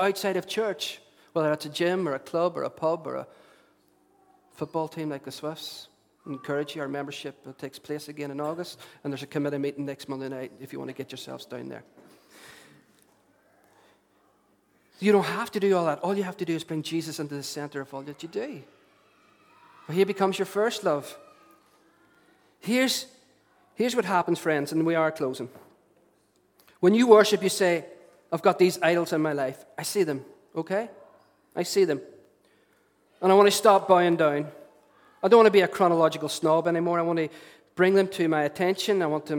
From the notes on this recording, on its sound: Recorded at our storehouse venue.